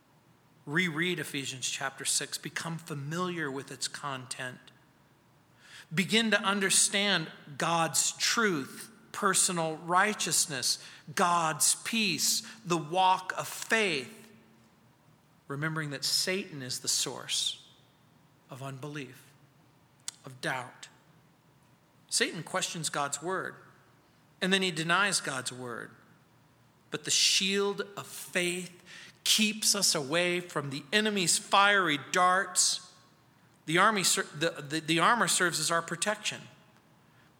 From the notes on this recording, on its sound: at Calvary South Denver in Littleton CO